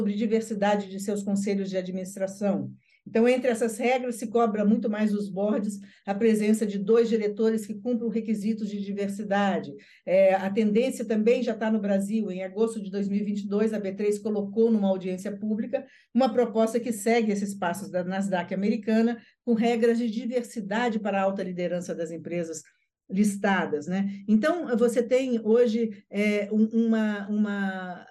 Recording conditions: video call